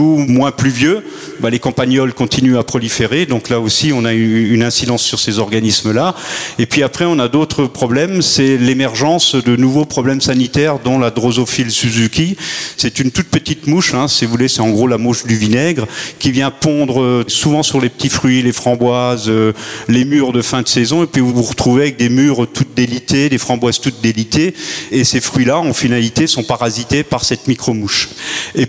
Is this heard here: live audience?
yes